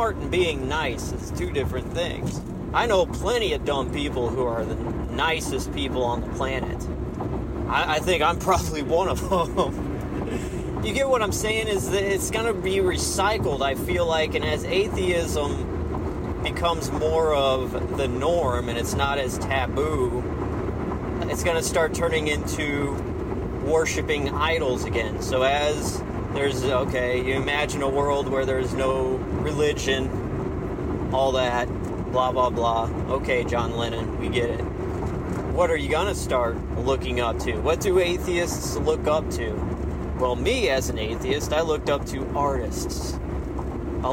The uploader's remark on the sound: Random Car Ride Talk